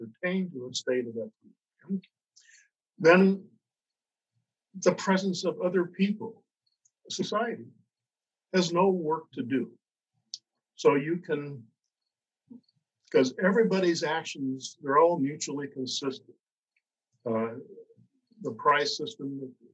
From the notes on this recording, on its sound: Due to the nature of this recording, listeners may find the audio quality reduced for this episode.